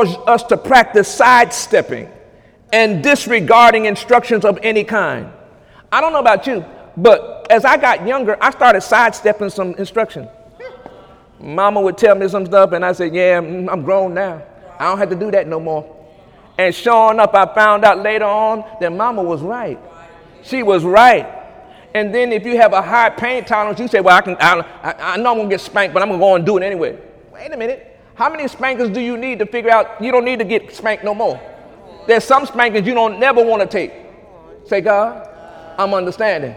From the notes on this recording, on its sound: During Sunday morning service